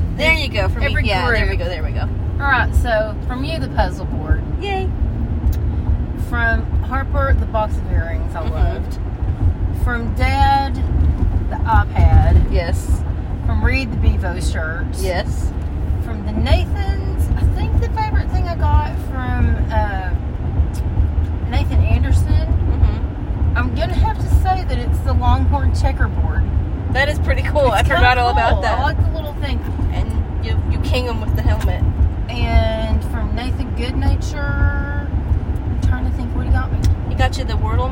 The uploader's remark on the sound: We are channeling our inner comedians getting coffee and recording this one in the car, so join us for some automotive ambience.